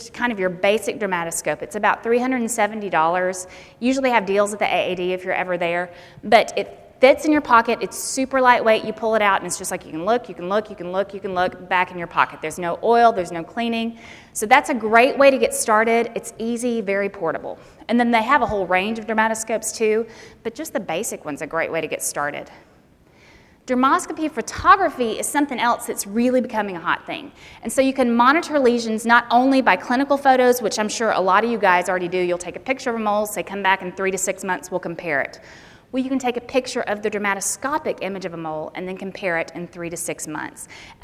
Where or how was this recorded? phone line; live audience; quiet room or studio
live audience